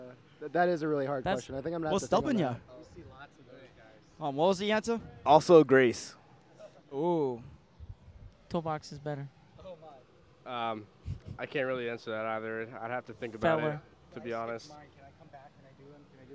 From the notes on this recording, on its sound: we went to Clash Bar in Clifton, NJ